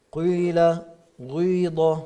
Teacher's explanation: عندنا الياء المشمة صوت الواو مثل قيل غيض